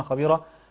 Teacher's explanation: تفخيم الخاء وتفخيم الراء